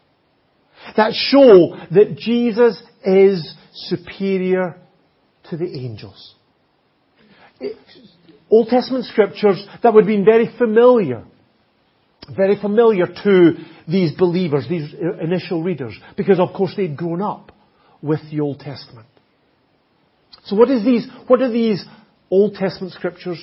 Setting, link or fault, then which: setting, large echoing room